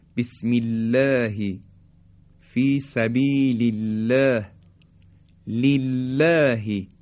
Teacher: زمانی که کسره قبل از الله بیاد، اینجا دیگه ترقیق و نازک، مثل بسم الله فی سبیل الله لله، این هم نازکی و ترقیق حرف لام.